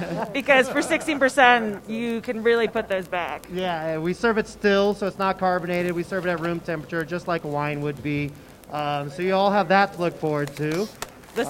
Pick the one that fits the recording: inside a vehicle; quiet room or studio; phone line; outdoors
outdoors